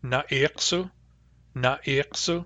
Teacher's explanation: In Central and Northern, it's a short a, na'iksu, na'iksu, because those dialects generally do not undergo umlaut.